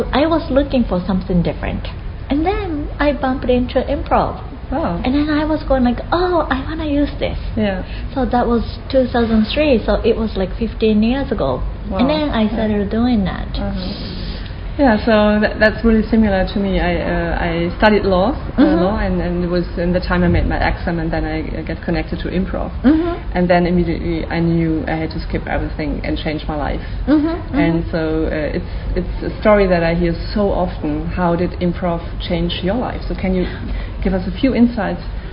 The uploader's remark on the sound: Live von der AIN Conference 2018 in Paris. Recorded live at the 2018 AIN Conference in Paris.